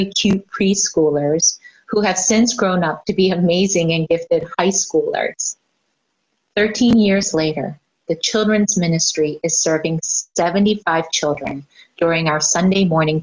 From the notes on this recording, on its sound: Our Zoom-streamed service.